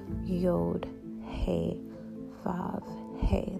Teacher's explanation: You're breathing every single syllable out. · Term: breathy